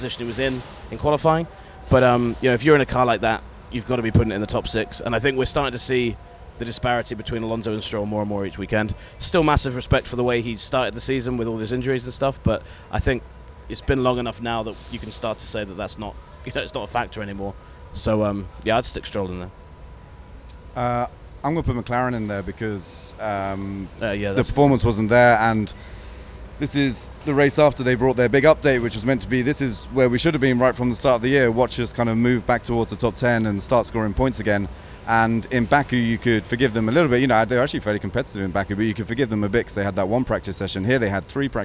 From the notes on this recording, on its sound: on location at the Miami Grand Prix